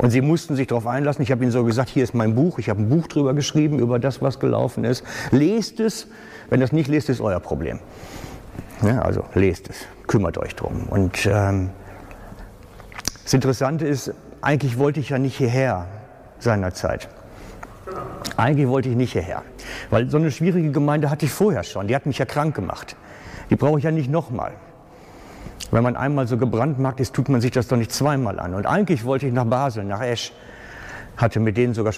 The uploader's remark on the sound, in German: Aufnahme vom Pastorentag der SPM im Juni 2019